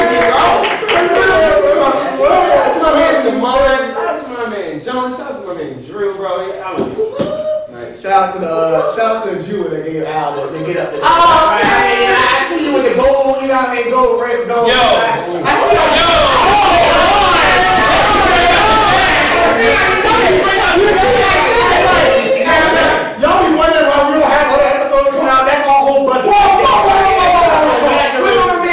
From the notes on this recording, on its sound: HUGE SPECIAL THANKS TO EVERYONE WHO CAME OUT FOR THIS EPISODE!!!